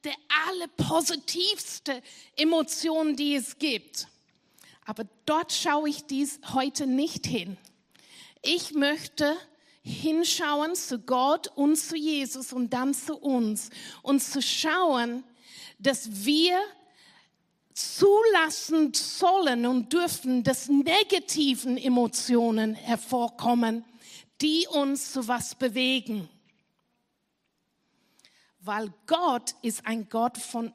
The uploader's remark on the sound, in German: Gottesdienst live aus der LIFE Church Wien.